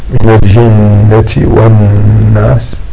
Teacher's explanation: النون المشددة والميم المشددة فيهما غنة، والغنة حيث تذكر في النون والميم فهي أقوى في النون منها في الميم.